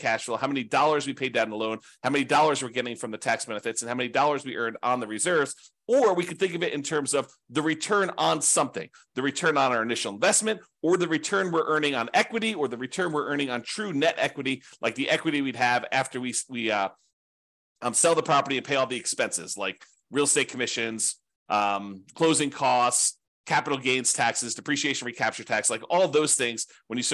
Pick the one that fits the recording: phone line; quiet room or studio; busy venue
quiet room or studio